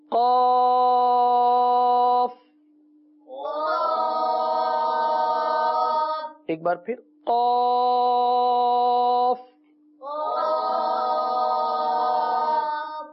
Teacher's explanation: اس کا مخرج ہے زبان کی جڑ اور تالو کا نرم حصہ، یہاں سے یہ حرف ادا ہوگا اور پر ادا ہوگا